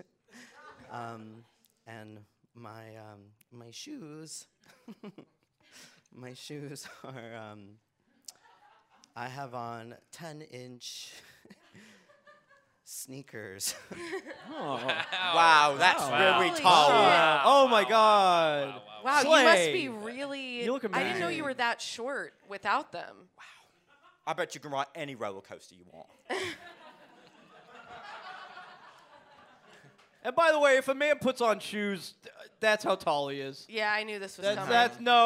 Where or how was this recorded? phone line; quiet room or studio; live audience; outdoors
live audience